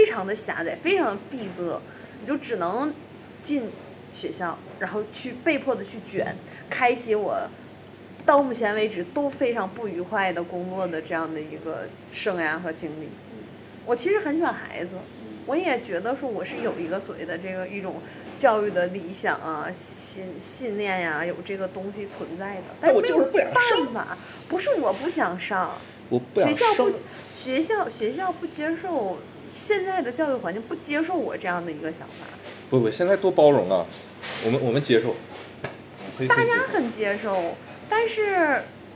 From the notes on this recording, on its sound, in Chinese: 这一期在麦当劳录的，可能会有很大的杂音。